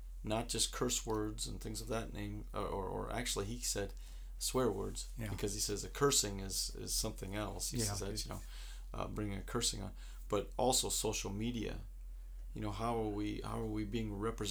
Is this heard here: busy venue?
no